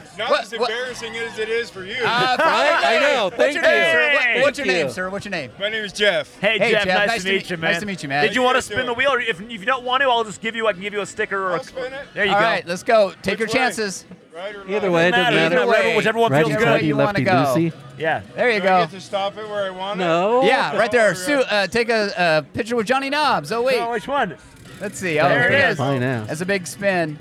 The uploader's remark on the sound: This cast goes live from Shaver Lake Brewfest. Grab a beer and join us behind the booth!